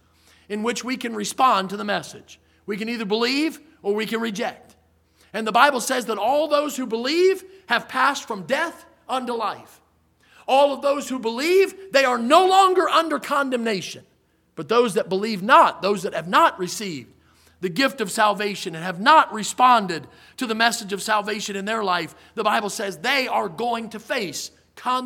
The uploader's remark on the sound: in the Sunday Evening Service on October 29, 2023, at Victory Baptist Church in Boonsboro, Maryland.